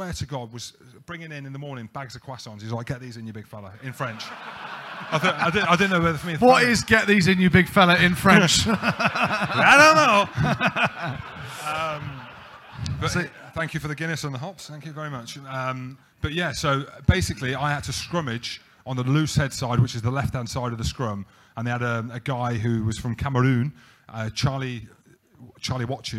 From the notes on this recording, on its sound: We're coming to you live from Walkabout, Temple, in Central London